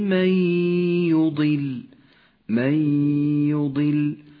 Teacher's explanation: تدغم النون الساكنة بحرف الياء فتسقط النون من اللفظ ولذلك هي رمادية اللون وأما الياء فإنها تغن بمقدار حركتين من